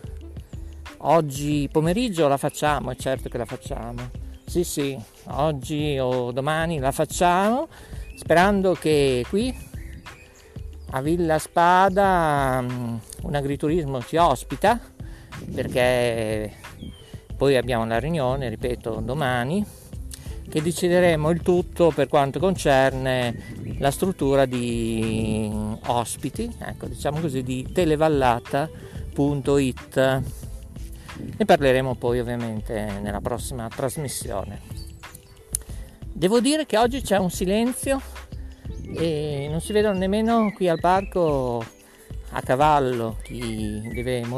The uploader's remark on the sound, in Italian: DIRETTISSIMA DA PARCO VILLA GHIGI a BOLOGNA ovest